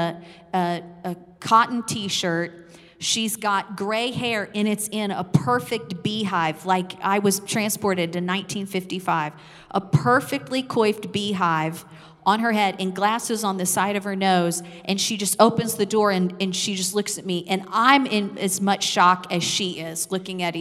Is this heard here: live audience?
yes